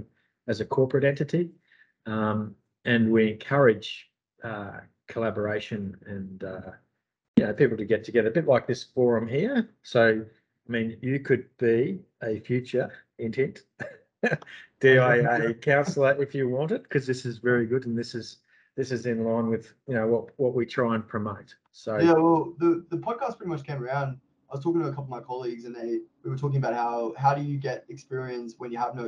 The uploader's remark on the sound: Apologies for the lack of audio and video quality, there was an issue with the recording of this podcast.